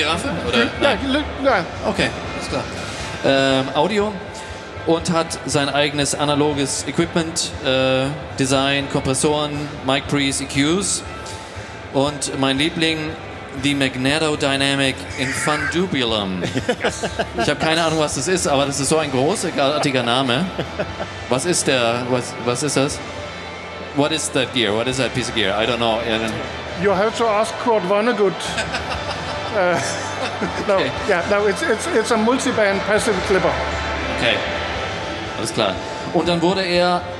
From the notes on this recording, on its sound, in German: Studioszene19 Live. Unser erster Podcast, live von der Studioszene.